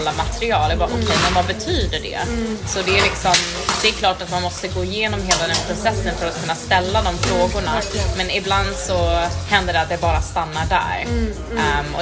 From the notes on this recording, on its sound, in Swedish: Vi sitter i baren på Balzac. Det är livat men för den som tar sig igenom den upprymda ljudnivån i bakgrunden.